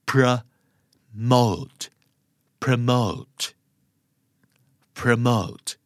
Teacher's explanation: โปรแรกเป็นชวานะครับ